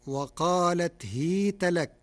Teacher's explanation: قرأ ورش كلمة هيت بكسر الهاء فتصير وقالت هيت لك، ففتح الهاء وكسرها لغتان عند العرب، ومن فتح التاء بناها على الفتح في نحو كيف وأين.